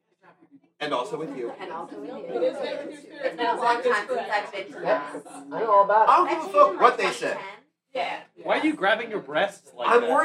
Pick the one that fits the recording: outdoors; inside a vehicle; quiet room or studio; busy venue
busy venue